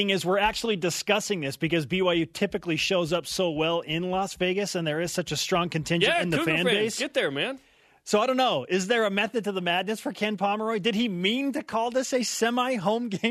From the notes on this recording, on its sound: Over the phone. Joined us in studio.